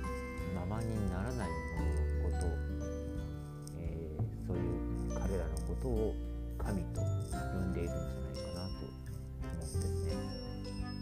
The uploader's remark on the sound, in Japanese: 雑音が多くなってしまった上、音声が小さくなりました。